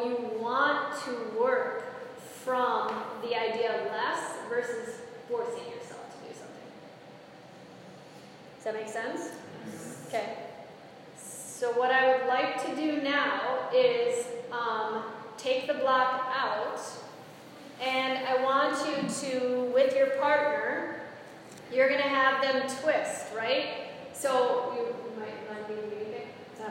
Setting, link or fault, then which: setting, live audience